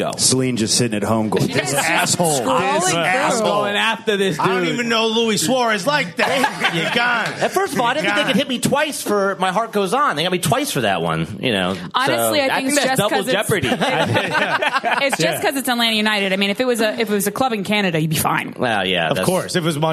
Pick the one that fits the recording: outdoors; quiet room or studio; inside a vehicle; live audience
live audience